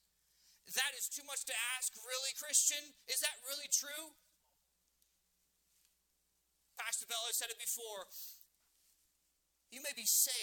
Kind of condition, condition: setting, large echoing room